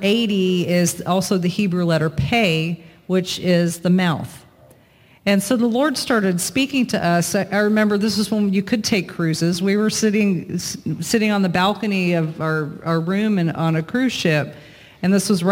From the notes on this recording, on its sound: Recorded at The Gathering Church in Moravian Falls, NC.